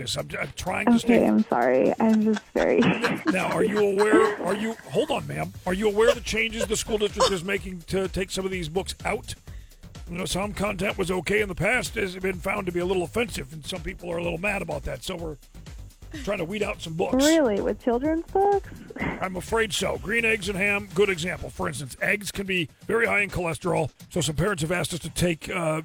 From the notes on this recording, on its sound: Friday Phone Jacks Prank Call.